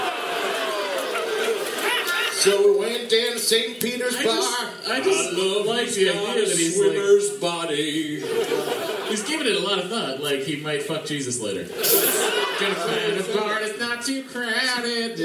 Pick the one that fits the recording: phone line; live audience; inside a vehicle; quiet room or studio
live audience